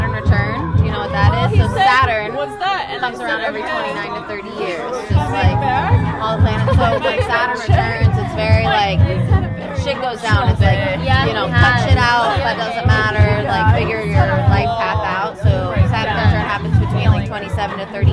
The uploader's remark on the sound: There is considerable background noise, foul language, and general chaos.